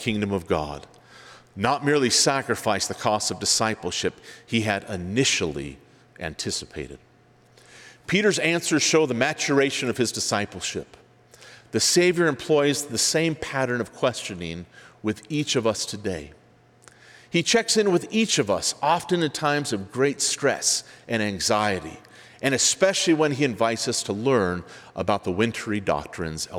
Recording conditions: live audience